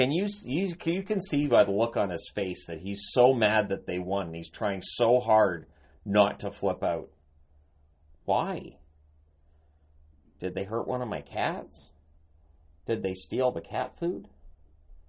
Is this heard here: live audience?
no